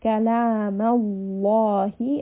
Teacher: my mouth is full and the back of the tongue is raised. So in this case, the lam is heavy in the name of Allah.